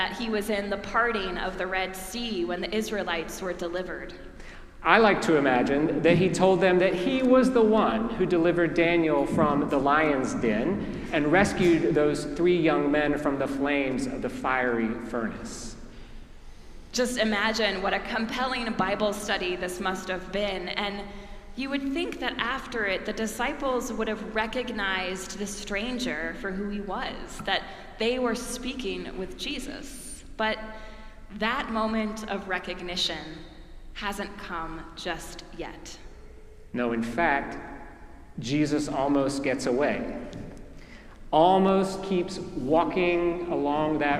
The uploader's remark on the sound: preached at our celebration of the Holy Eucharist on the Third Sunday of Easter